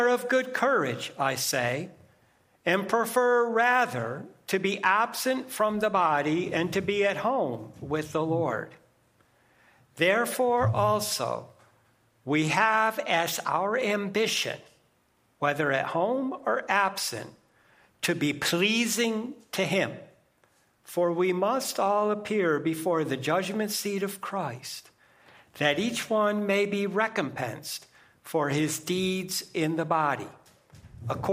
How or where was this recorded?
large echoing room